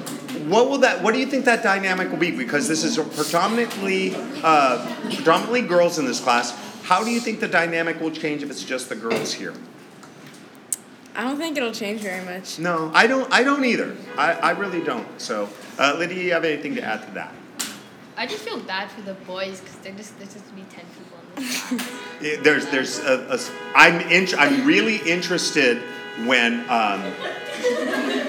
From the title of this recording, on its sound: LIVE STUDIO AUDIENCE!